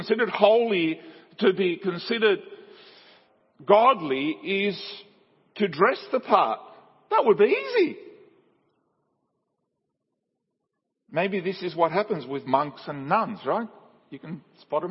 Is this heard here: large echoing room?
yes